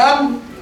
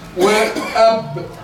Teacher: ينطبق فيها الايه الشفتين المخرج واحد لكن الميم اقرب الى النون لان الميم فيها غنة والباء ليس فيها غنة